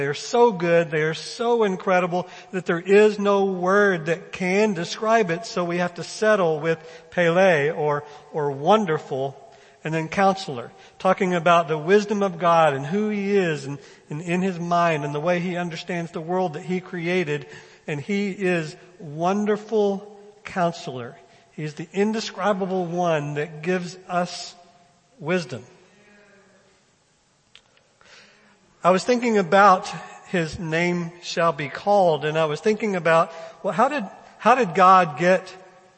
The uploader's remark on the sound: First Baptist Belton Sunday morning sermon.